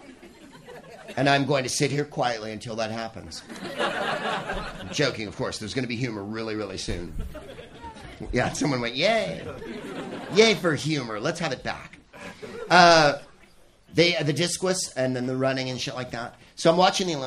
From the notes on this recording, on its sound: Live from the Punchline Comedy Club in his beloved San Francisco